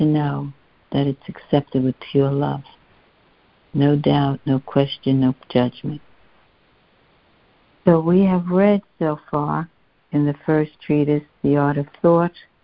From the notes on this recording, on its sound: ACOL MAR 29, 2023 CONF CALL.